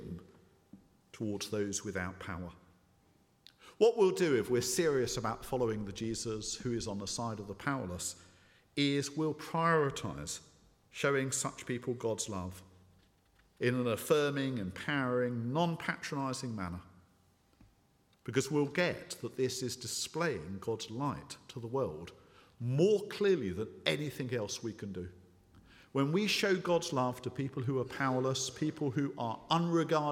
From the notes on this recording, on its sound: speaking at the 9:30 service